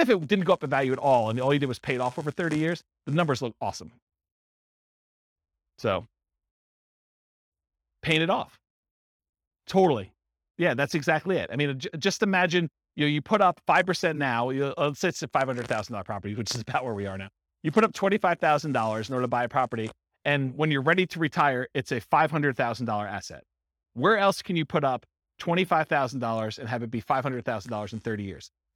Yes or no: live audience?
yes